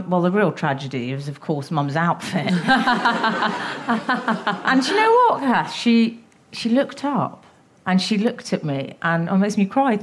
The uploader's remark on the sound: In front of a live audience with their two dogs Meg Ryan and Raymond.